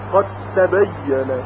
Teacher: هیچ اثری از حرف دال باقی نمیمونه، قد تبینه، یعنی حتی قلقله دال هم از بین میره. · Term: ادغام کامل